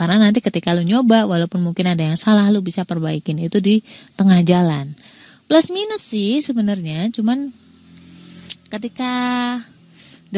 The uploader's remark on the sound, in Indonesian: Btw maaf backsoundnya ya, dan kesannya kek teriak-teriak gitu. Record pas ujan, di pinggir jalan persis.